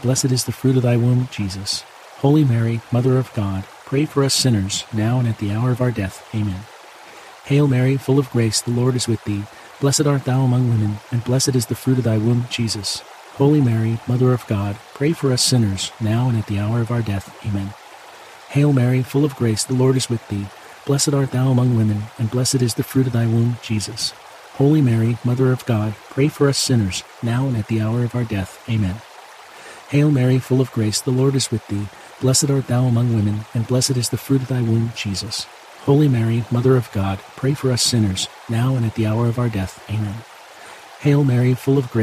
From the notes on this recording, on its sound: babbling brook, water stream, creek sounds - the gentle sounds of moving waters are here to bring you a natural sense of calm